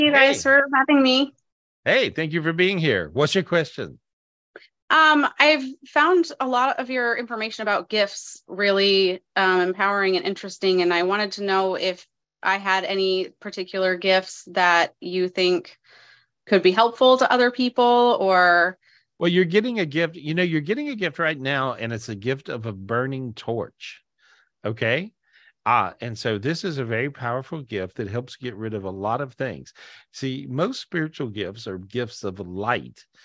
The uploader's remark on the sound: This was recorded LIVE on Zoom